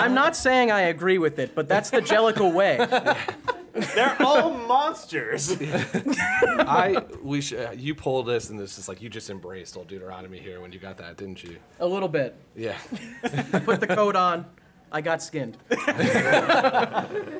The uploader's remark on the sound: LIVE from BroadwayCon 2022 in New York City